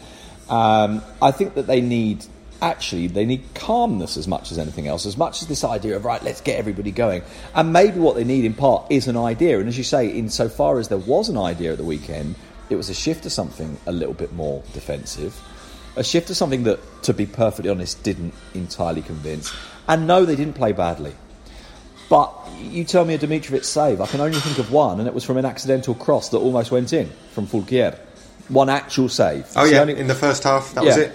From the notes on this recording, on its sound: In Madrid. In Barcelona. Record in a hotel lobby this week, so there's a little bit of background noise.